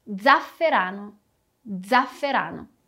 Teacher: O primeiro é parecido com um zumbido que uma abelhinha faz. Mas a esse zumbido a gente precisa colocar um D na frente. Então seria como um z. · Term: som de abelhinha